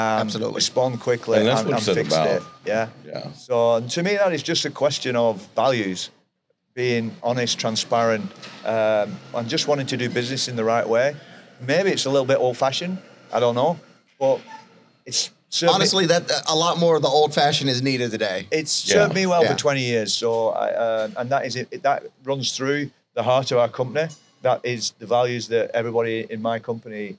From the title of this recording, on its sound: LIVE FROM NATDA